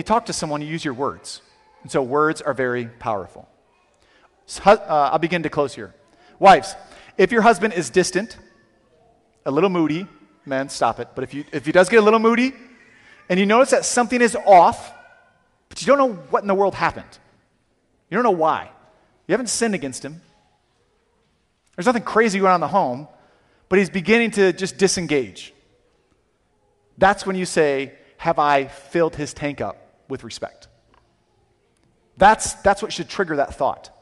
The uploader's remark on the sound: Sermon audio from CityGate Church